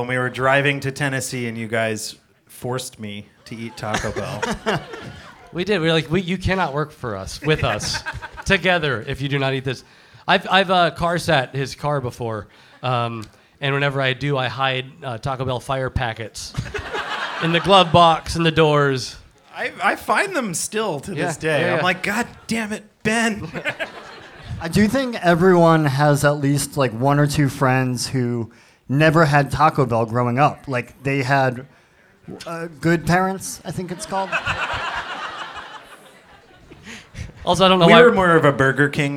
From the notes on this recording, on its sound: Live show taping at Bowery Ballroom, New York City